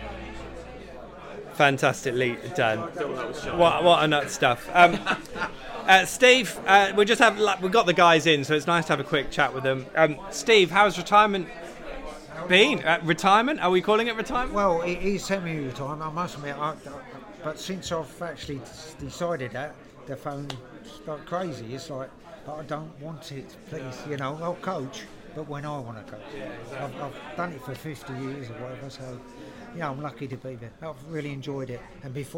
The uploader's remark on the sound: The PinkUn Show 175 is LIVE from The Woolpack in Norwich